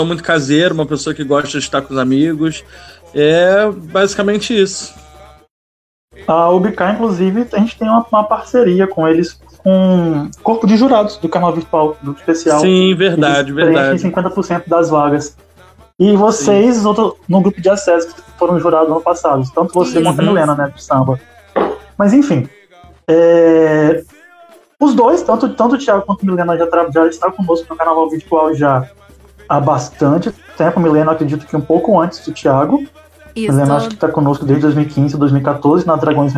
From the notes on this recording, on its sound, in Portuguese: Episódio gravado em live pela fanpage da liga.